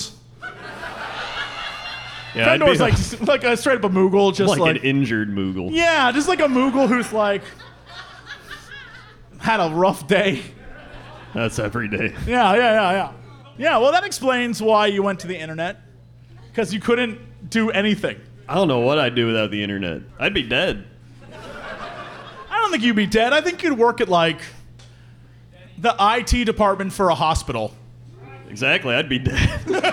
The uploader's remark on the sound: return to Chicago once again for a live show